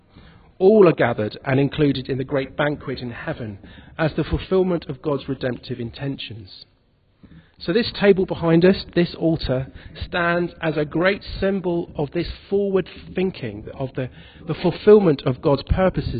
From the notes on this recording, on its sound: In this podcast recorded at the Moot Sunday Evening Eucharist at the Guild Church of St Mary Aldermary.